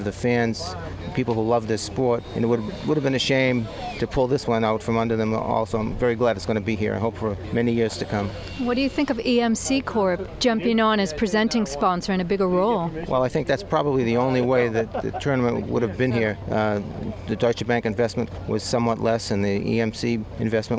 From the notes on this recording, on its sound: while on site at TPC Norton during the 2010 Deutsche Bank Championship